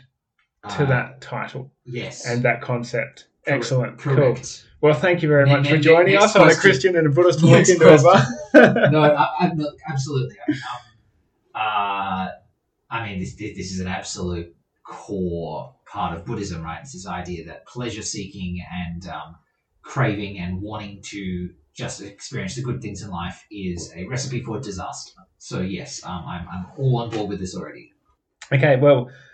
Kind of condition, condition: fault, poor sound quality